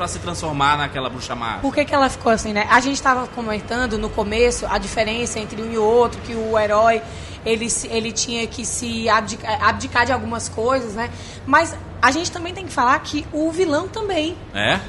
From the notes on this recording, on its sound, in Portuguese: Durante a CCXP 2018 nós gravamos um podcast ao vivo no stand da Fini